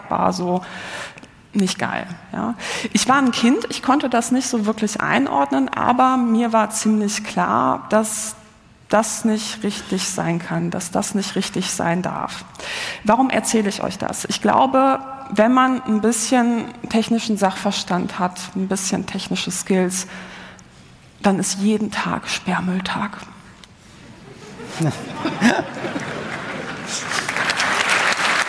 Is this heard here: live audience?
yes